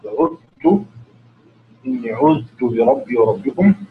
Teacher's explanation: ويدغم أيضا الذال في التاء